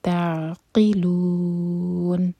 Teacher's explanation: عین ساکن پر تھوڑا ٹائم دیں تاکہ جھٹکا نہ ہو